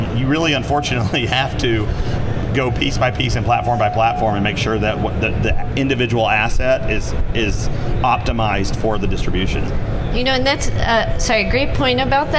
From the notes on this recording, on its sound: Live at NAB show 2017! Live from the NAB show 2017 Advanced Advertising Pavilion.